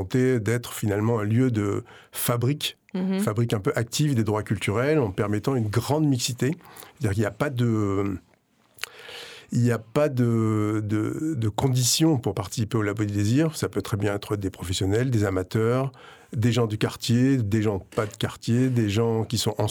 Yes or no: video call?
no